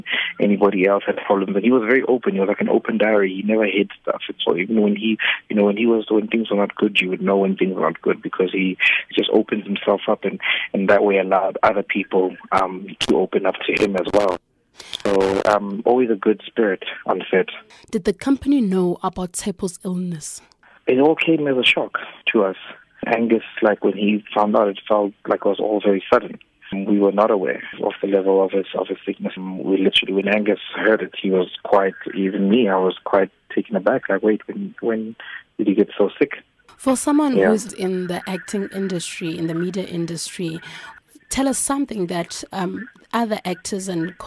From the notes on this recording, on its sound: Telephone interview.